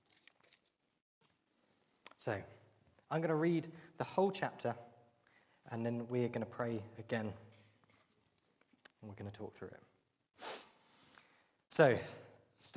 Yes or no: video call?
no